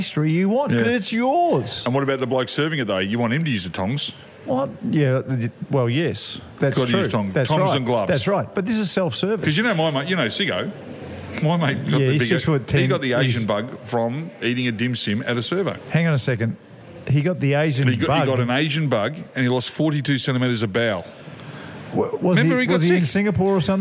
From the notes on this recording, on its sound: This week we're live at Bells Hotel in South Melbourne